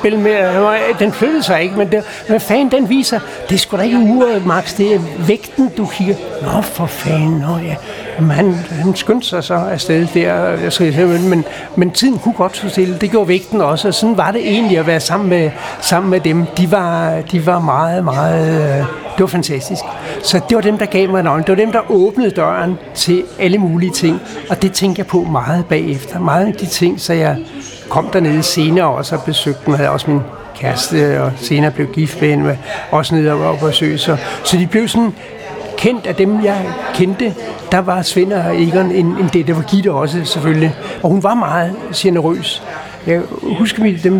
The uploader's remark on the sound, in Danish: Optaget på Axelborg Bodega, København